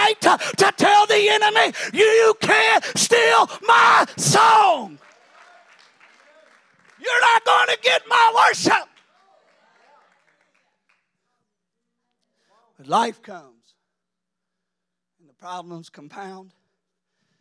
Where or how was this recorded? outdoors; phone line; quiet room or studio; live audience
live audience